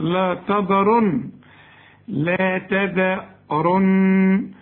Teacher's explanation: وهات التاء تاء ما تعملهاش طاء